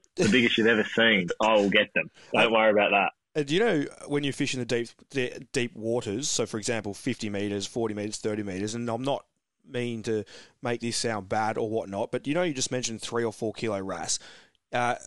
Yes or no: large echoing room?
no